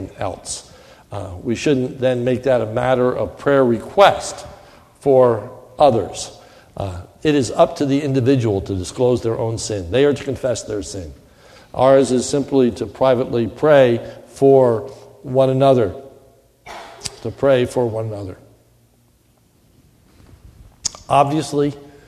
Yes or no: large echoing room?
yes